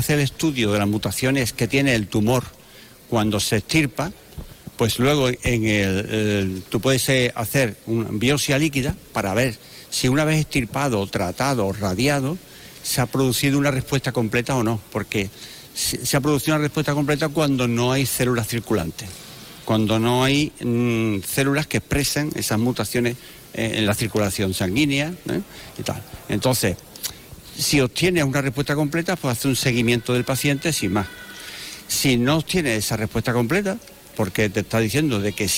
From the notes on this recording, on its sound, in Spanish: Hoy programa en directo desde el Hospital Quironsalud Infanta Luisa.